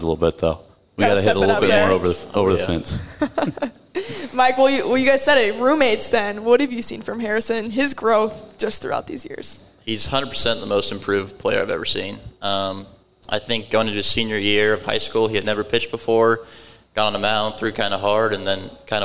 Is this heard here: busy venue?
yes